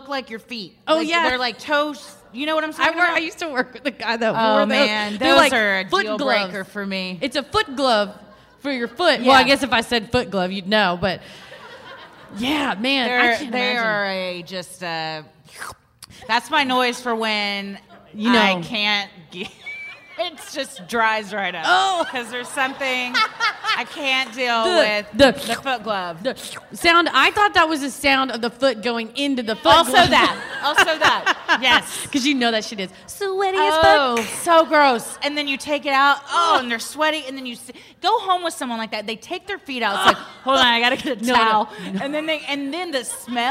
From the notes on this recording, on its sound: Recorded Live at LOL San Antonio.